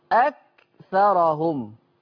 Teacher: الكاف ما... أي نعم الكاف مهموسة. نعمل الشدة والهمس. أي نعم يؤتى بالشدة أولا ثم الهمس.